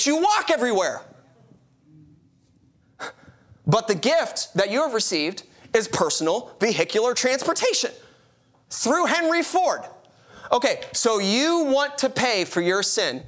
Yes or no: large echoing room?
yes